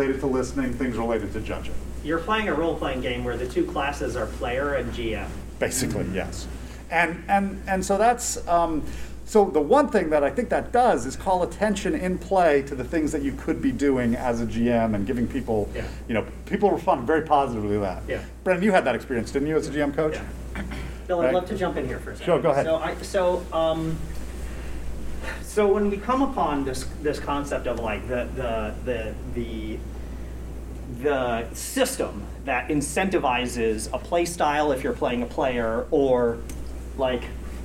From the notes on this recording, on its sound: Recorded at Metatopia 2023